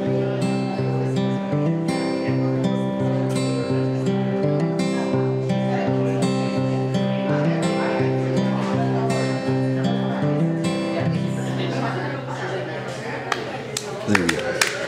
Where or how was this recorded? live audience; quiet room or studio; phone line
live audience